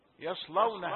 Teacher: ياء رقيقة صاد مفخمة، لام رقيقة بعد الصاد، وهكذا الحروف التي بعدها حروف الترقيق لا تتأثر بالتفخيم. يصلونها